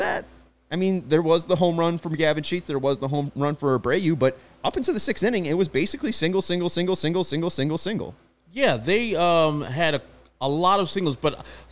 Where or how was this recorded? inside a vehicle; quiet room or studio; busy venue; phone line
busy venue